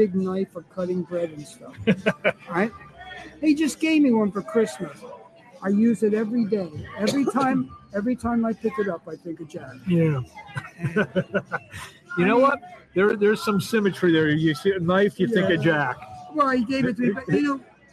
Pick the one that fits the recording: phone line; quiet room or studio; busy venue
busy venue